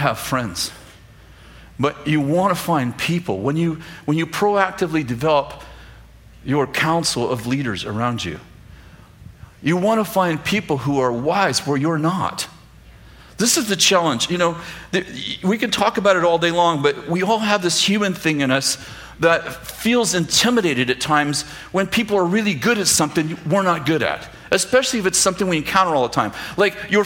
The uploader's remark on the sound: throwback sermon from September 6th, 2015, at Bethel Church in Redding, CA